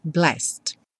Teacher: E o blessed vai direto também, do S direto para o D, blessed.